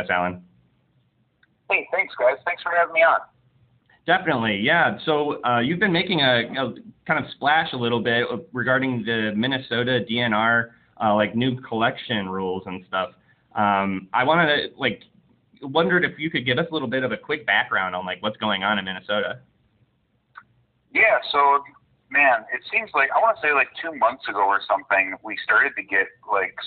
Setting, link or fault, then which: link, phone line